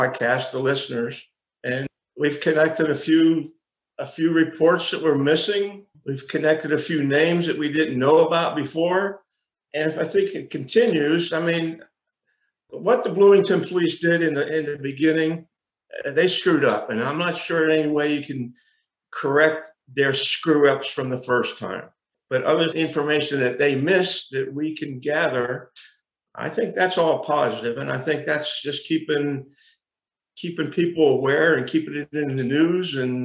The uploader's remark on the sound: Snow & Tell Zoom Discussion. ZOOM discussion Saturday afternoon with family and supporters.